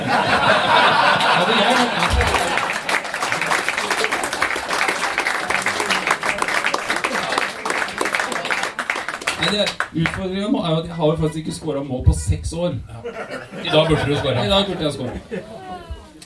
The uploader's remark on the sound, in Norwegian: Live på Kroa. Livepodkast på Kroa i Horten.